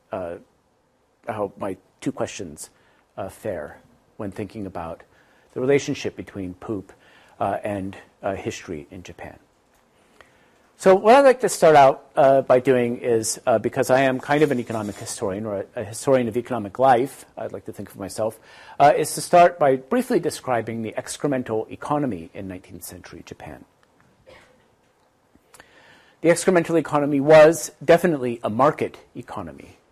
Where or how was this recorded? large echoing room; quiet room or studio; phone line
large echoing room